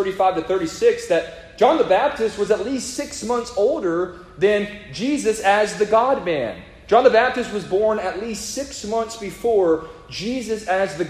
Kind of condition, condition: setting, large echoing room